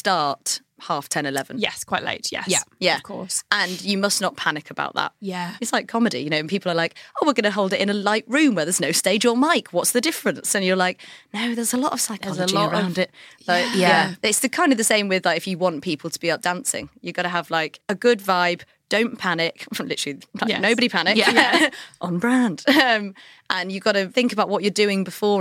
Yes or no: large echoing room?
no